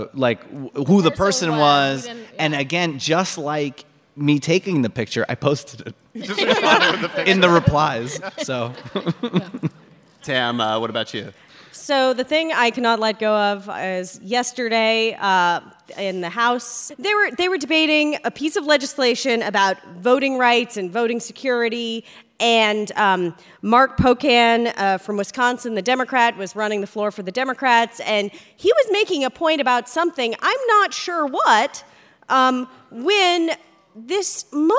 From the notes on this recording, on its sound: NPR Politics Live From Atlanta. Recorded in front of a live audience at the Buckhead Theatre in Atlanta.